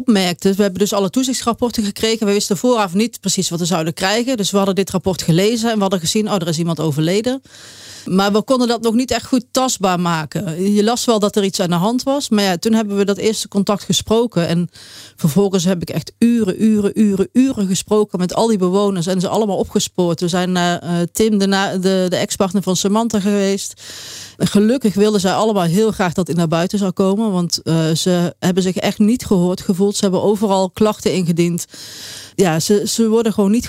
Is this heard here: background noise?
no